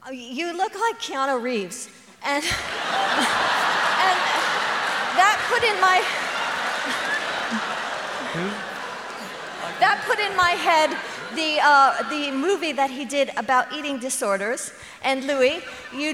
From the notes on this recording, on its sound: In this live discussion